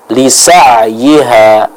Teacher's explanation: huruf ain yang sukun lisa'iha ya, lisa'iha dialirkan suaranya